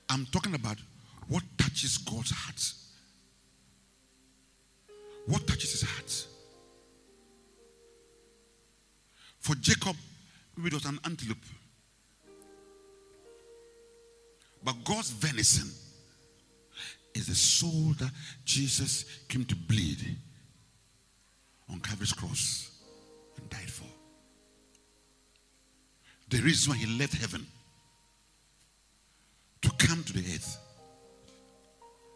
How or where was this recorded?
large echoing room